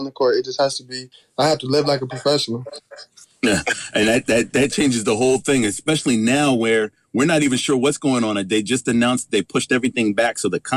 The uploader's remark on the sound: Called into the WDKX Wake-Up Club